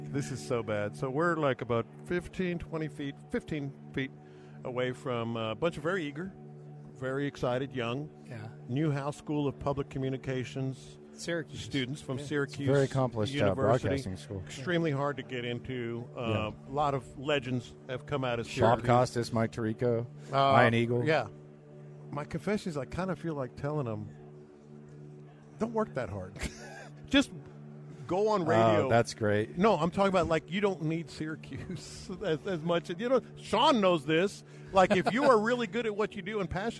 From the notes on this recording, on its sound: Live At Radio Row in Las Vegas